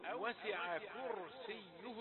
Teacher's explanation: الكاف رقيقة والراء مفخمة، فلا بد أن تكون من المهارة بمكان بحيث الراء مفخمة لا تعطي تفخيما للكاف. يعني إذا أردت أن تفخم يمكن أن تقع في أن تفخم الكاف كرسي.